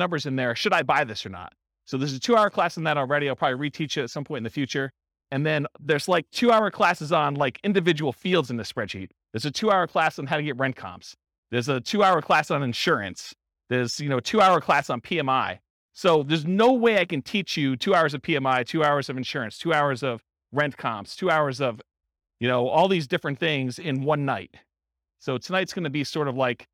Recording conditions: live audience